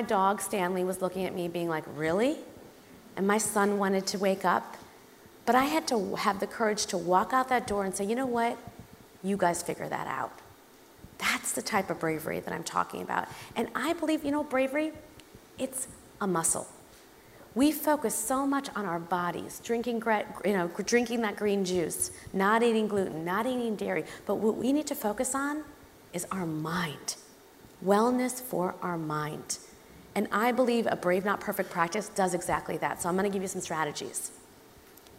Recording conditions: live audience